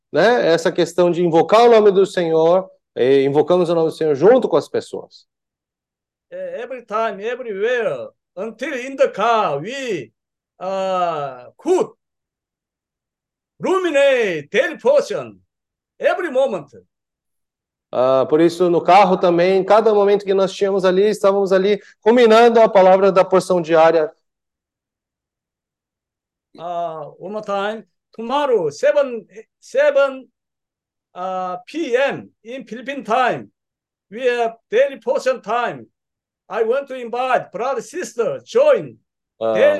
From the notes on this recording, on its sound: Meeting zoom